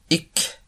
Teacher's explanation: Le fond de la langue avec la partie qui lui convient du palais supérieur, le qa et le ka.